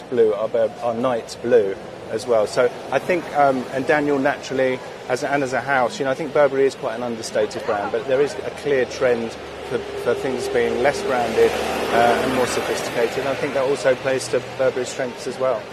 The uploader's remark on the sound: Outside Bond Street station in London, which the brand renamed "Burberry Street station" to promote its show.